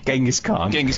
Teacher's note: He's got an apostrophe between the G and the Z, in which the CH is partway between an English J and CH, and the apostrophe is a glottal stop, and the KH is pronounced as in the Scottish loch